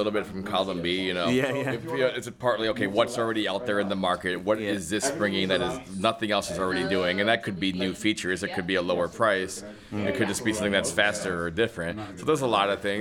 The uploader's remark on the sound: The Braillists Foundation held a face-to-face meeting at the 83rd annual convention of the National Federation of the Blind at the Hilton Americas-Houston hotel, Texas, in July 2023. Was there with a microphone to soak up the atmosphere.